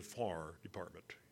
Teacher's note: if you were calling the fire department, if you lived in southern Indiana, it would be the FAR department. · Term: southern Indiana country accent